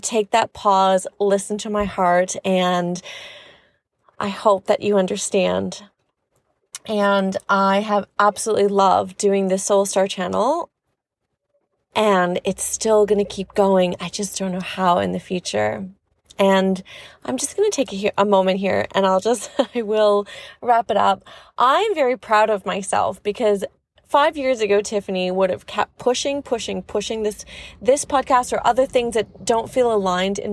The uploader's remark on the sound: From my car